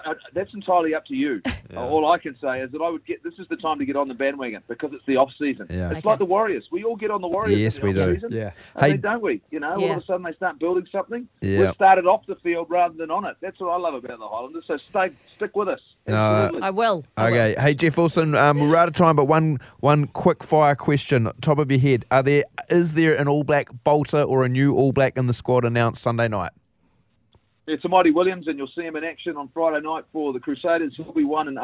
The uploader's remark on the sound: Today we were joined on the phone